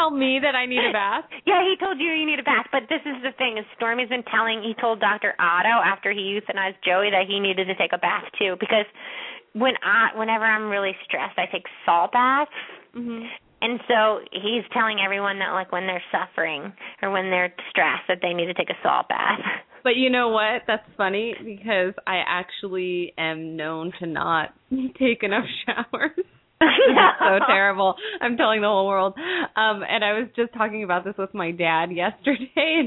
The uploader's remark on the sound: open up the lines for listeners to call